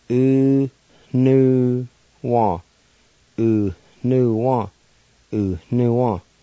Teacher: in this word, the N with the U has a nasalized sound to it